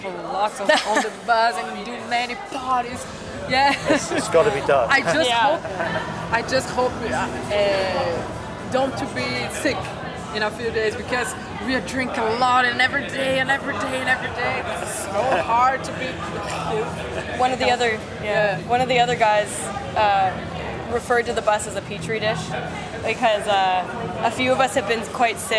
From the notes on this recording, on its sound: The Metal Gods Meltdown catches up at Audio Glasgow